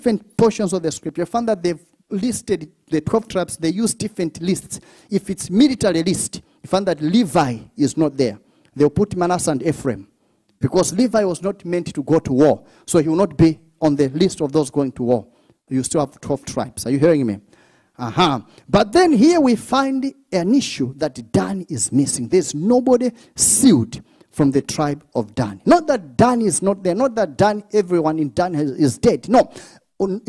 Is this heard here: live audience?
yes